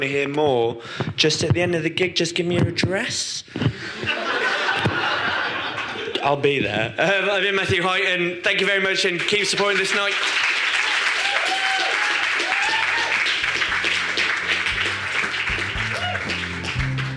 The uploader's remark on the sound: Podcasts recorded at our Stand Up Tragedy night that took place at The Dogstar on March 28th. SUT Brixton.